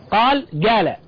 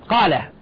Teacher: إن أهل صنعاء ينطقون القاف بالجيم القاهرية · Shown in: first take